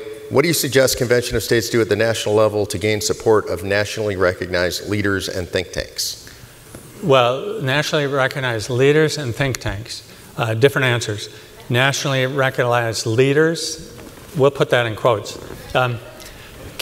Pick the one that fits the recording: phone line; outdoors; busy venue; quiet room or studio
busy venue